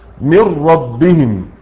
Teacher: جعلت النون راء مشددة · Term: الادغام